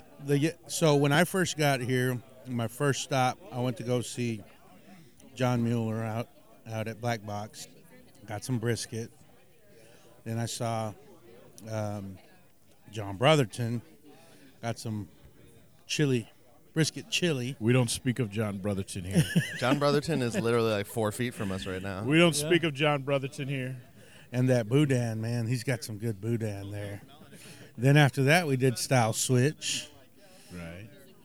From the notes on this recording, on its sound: Live from Snow's at Texas Monthly BBQ Weekend. We had a slew of cooks, owners and talking heads, so many in fact, that if I had had 10 mics it wouldn’t have been enough. The mics move around fast. I’ve got to go wash my mics, they’re covered in grease.